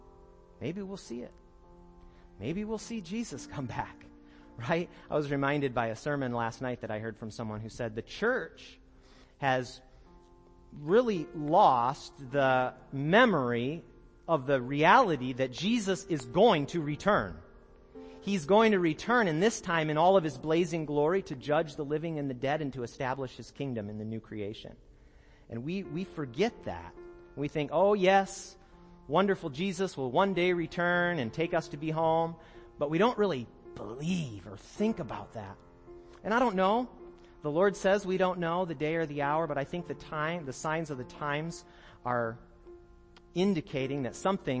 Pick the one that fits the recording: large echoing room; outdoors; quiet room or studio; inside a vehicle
large echoing room